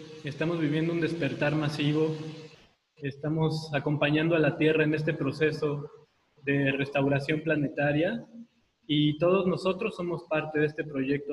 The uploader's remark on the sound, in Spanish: Audio del Evento Online que organizamos el 30 abril 2020